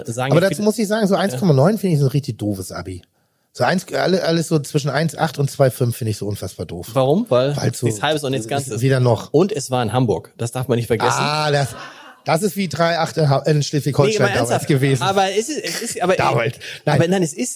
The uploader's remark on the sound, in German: Live im Grand-Hotel Elysée, und coronabedingt unter besonderen Umständen: Dreimal wurde das Publikum „ausgetauscht“, damit gelüftet und die Stühle desinfiziert werden konnten.